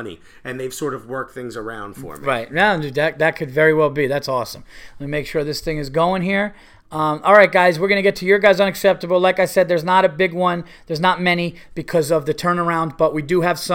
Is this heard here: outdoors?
no